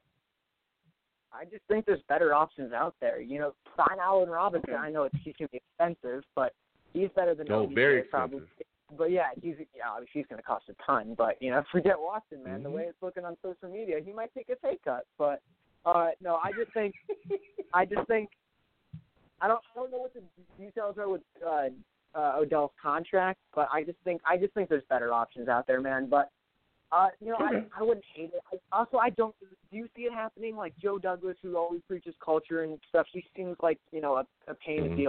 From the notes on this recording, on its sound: I take live callers as well!